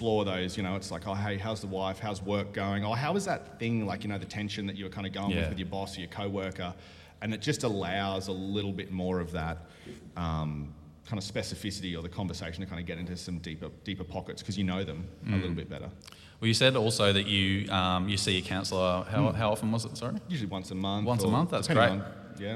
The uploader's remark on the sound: RUOK? Sunday LIVE at Beyond Church.